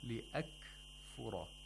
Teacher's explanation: the particular sound of kaf, which is a letter of shiddah and also hams. voiceless. It's and voiceless plosive.